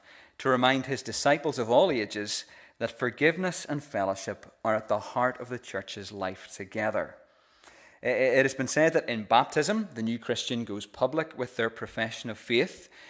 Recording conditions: large echoing room